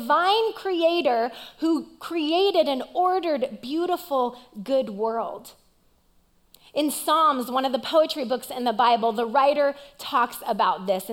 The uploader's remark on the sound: Recorded live at CrossWinds Church on October 1st , 2023.